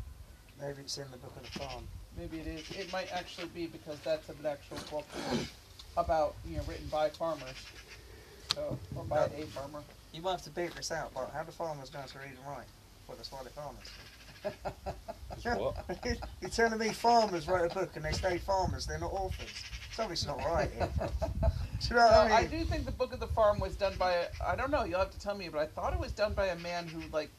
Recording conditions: sounds in the background